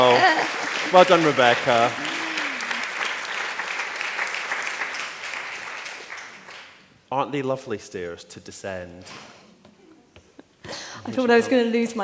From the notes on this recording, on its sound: Cheltenham hosts the world’s oldest literature festival. Joined me on stage at The Daffodil.